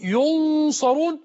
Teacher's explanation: ولا تقل ولا هم ينصرون، وقل ولا هم ينصرون. ولاحظ تفخيم الغنة في ينصرون ولا تقل ينصرون.